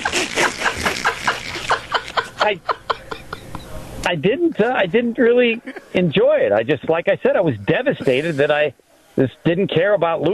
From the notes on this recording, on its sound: Live from U Ridge for the Am Fam Championship.